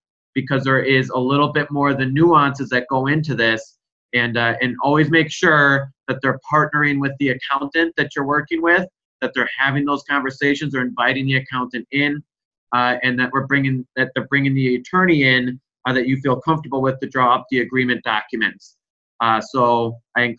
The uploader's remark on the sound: This is a recording of a previous webinar we hosted.